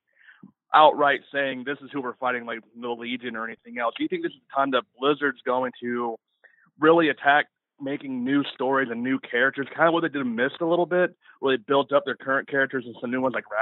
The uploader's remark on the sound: Our end of year listener call-in episode!